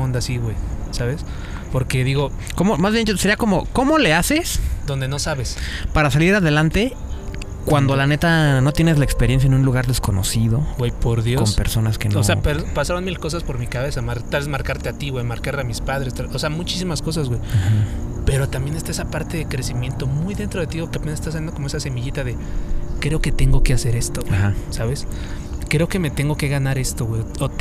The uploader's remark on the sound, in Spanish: Este podcast fue Grabado en un espacio al aire libre en medio de la noche